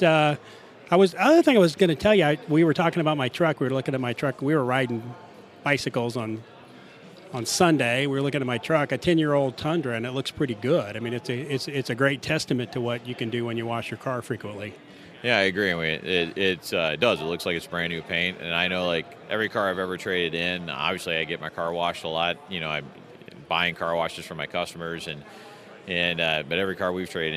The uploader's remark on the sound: Carwash conference, an International Carwash Association (ICA) event. Conducts brief interviews on the show floor.